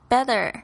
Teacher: … 他把他这个 T 发得很脆，这个是英式发音的一个特色